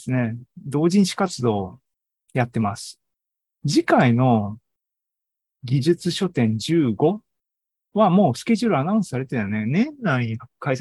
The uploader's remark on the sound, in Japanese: シーズン４３は２０２３年７月２９日に開催した ZOOMライブの模様です。